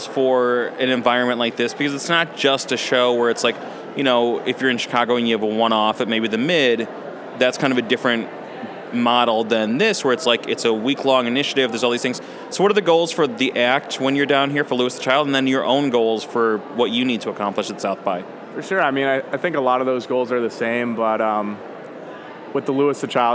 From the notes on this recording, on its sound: Recorded at SXSW 2016 on Monday, March 14th